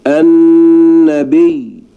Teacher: الذي قال النبي بالنطق الصحيح ضغط حين كلامه على الباء فقال النبي، أما الذي قال النبي فضغط على النون، كلاهما ضغط في كلامه، ولكن هذا عند النون وهو خطأ، وهذا عند الباء وهو صحيح.